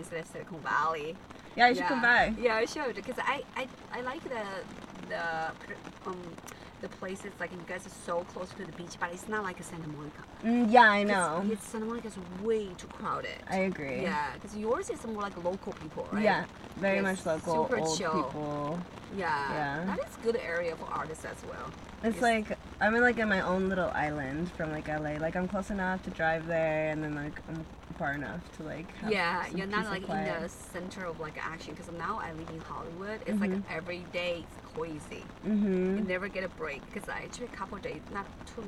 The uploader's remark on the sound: In The Car